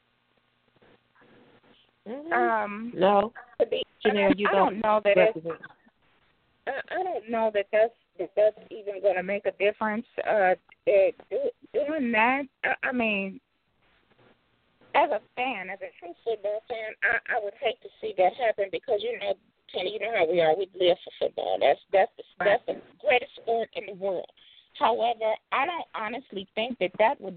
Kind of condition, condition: link, phone line